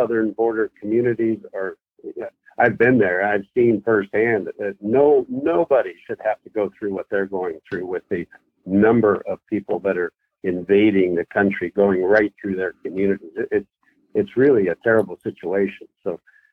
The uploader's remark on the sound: Weekly Call In Session